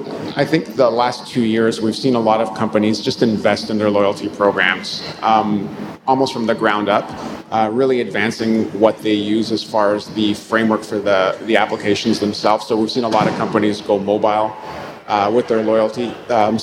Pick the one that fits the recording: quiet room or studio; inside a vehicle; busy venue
busy venue